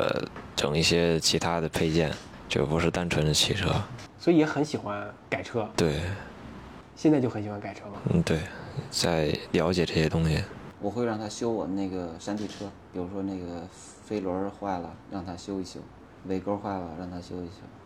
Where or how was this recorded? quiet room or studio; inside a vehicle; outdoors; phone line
outdoors